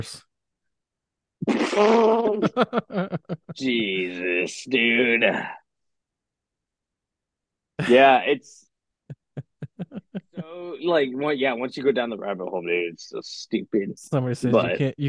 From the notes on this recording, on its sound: if the audio sounds a bit off, we were still doing the zoom calls on this episode.